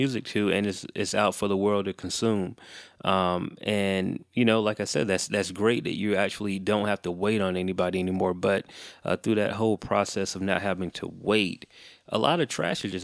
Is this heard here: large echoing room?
no